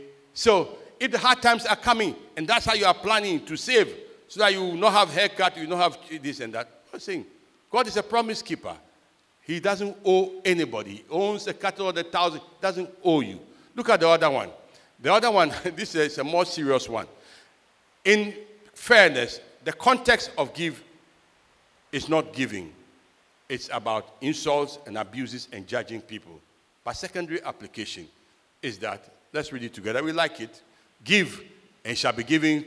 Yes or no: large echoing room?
yes